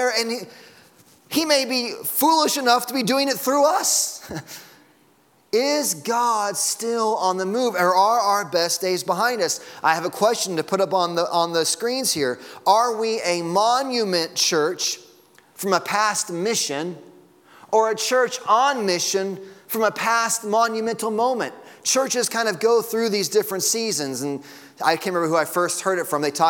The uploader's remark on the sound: Sunday Morning Sermon Audio.